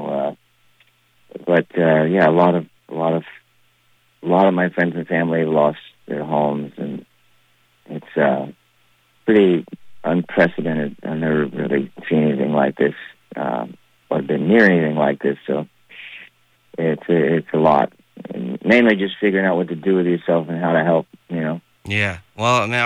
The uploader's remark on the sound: By phone. Immediately after the Maui fires, and their call was cut short.